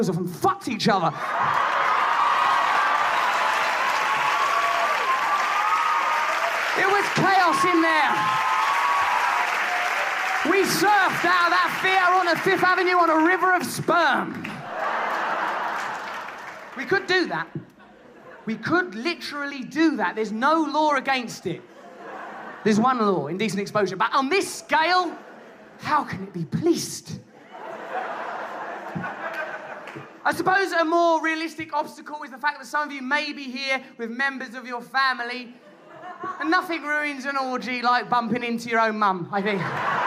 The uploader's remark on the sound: Live in New York City (2011)